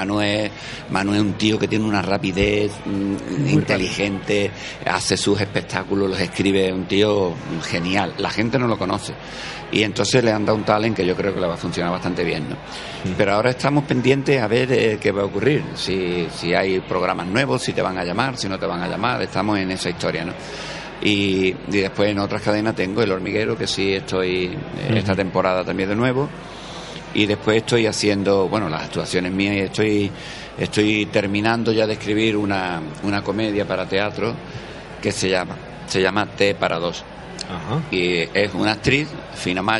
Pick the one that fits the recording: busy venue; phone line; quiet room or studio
busy venue